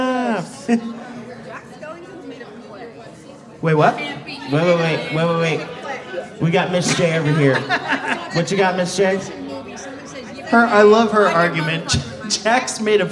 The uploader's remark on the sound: Live From Oak Road Brewery. Midnight Terrors went back to our favorite brewery, Oak Road Brewery, to do another live podcast event! We recorded two episodes in front our friends, family, and a great crowd of people at Oak Road! We teamed up with our audience.